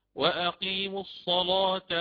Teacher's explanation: هنا اللام من لفظ الصلاة يكون على التغليظ